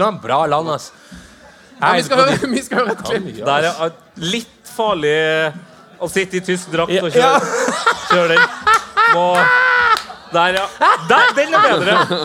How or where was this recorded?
live audience